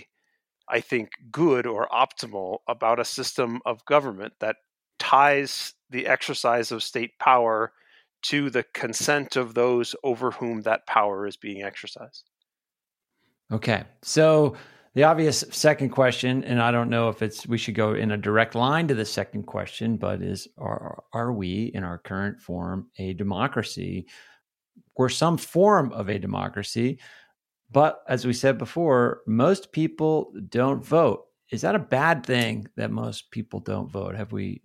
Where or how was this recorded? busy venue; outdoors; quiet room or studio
quiet room or studio